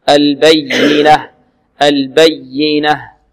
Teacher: بارك الله فيكم حتى تأتيهم البينة البينة عندها عندنا ياء مشددة والياء المشددة لابد من نبرها